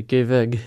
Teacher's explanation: You notice that the geh is even shorter and that it doesn't have the e at the end. The e is generally dropped when the word is very short already, so that it will be one syllable only.